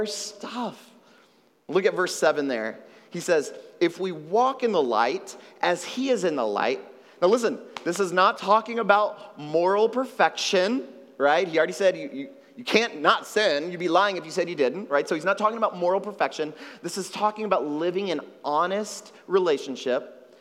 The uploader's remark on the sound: at Trinity Church, Puerto Rico